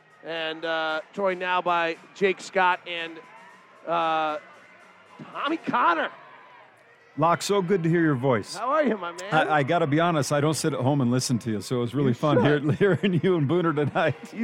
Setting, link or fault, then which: setting, busy venue